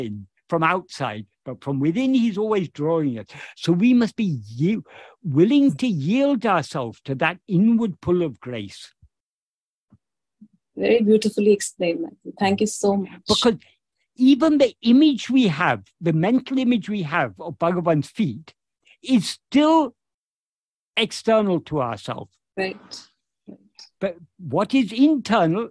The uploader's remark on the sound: In a Zoom meeting with Ramana Kendra, Delhi, on 27th August 2023